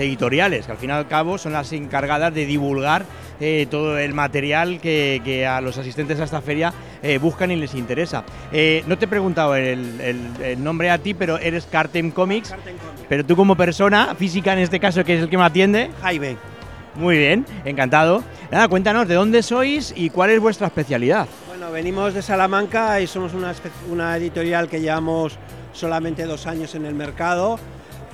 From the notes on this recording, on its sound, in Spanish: Nos desplazamos a Salón del Cómic 2024 en la Feria de Muestras de Valencia donde comprobamos de primera mano el amplio publico que llena el recinto ya desde la apertura de puertas